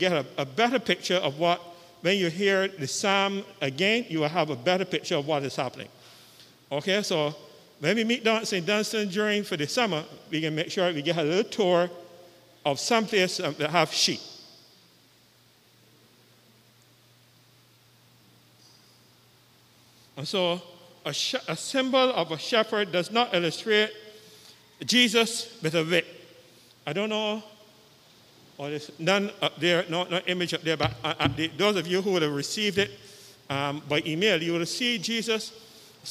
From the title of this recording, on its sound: Live with St. John's Episcopal Church Service U.S.V.I 4th Easter Sunday